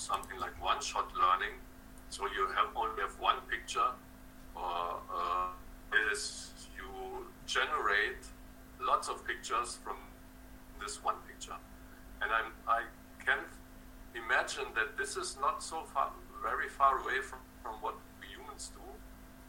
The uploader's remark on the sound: Test - sound recorded. Meeting sound - not clear.